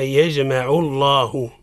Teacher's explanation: تفخم اللام في لفظ الجلالة إذا سبقت بفتح أو ضم